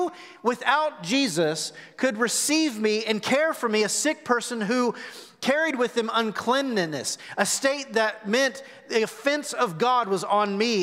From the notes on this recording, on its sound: Recorded live at The Fellowship on March 21, 2021.